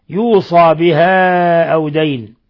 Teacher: وقرأ ابن كثير وابن عامر وشعبة بفتح الصاد وألف بعدها